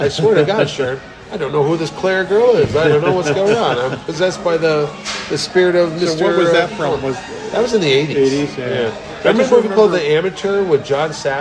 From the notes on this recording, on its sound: back at Colony Grill